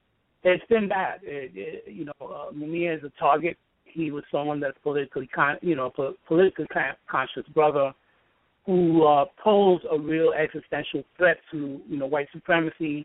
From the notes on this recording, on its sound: in a phone interview